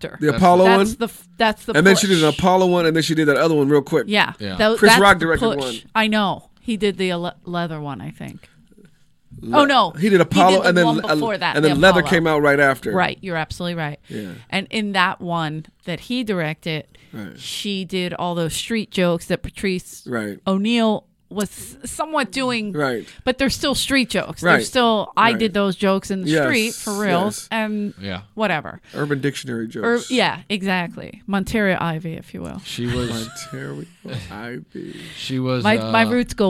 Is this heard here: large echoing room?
no